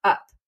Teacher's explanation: every English speaker, if they say the word up, actually has a glottal stop at the beginning of that word